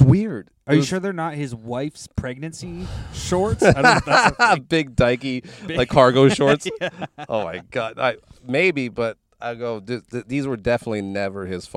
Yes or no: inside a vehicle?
yes